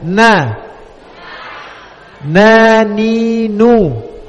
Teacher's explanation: ujung lidah dengan gusi gigi seri atas ya. Kita baca dan disertai dengan adanya gunnah · Term: huruf nun